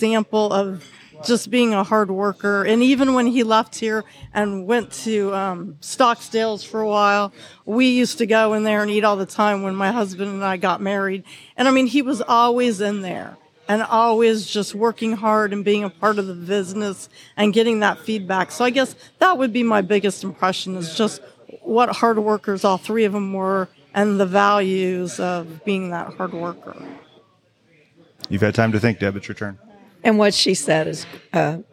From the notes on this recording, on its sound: This episode was recorded in the new Dairy Store at Young's Jersey Dairy. This episode was recorded in the new Dairy Store at Young's Jersey Dairy.